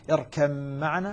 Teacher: تصبح ميما مشددة إدغاما كاملا، تسقط الباء ذاتا وصفة فيها · الإدغام هنا بغنة لأن أصبحت ميما مشددة، الإدغام بغنة مشبعة.